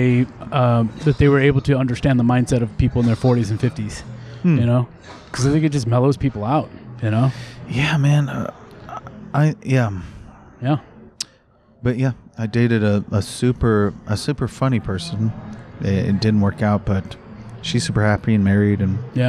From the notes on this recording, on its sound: I think she knows when I am recording and is determined to interrupt. Recorded outside of Specs' Twelve Adler Museum Cafe in San Francisco.